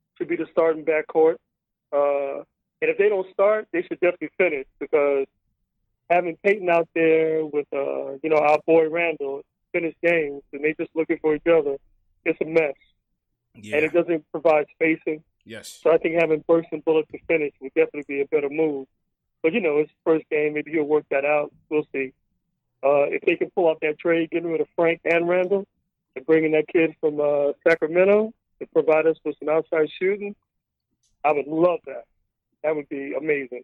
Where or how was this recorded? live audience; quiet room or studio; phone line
phone line